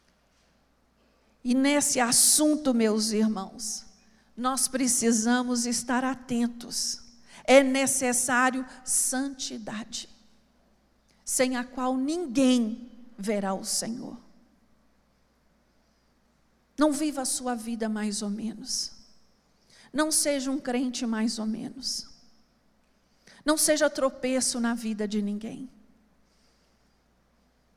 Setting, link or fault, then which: setting, large echoing room